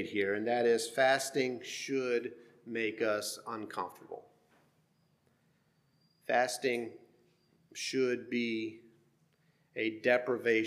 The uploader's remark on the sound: Sermon preached at HMC, October 29,2023